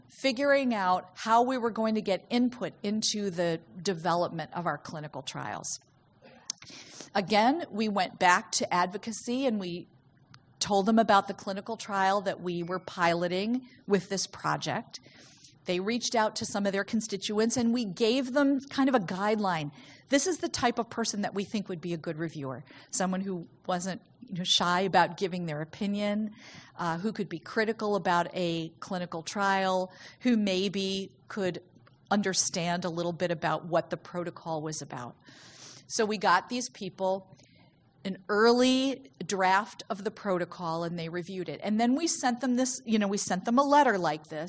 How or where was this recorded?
live audience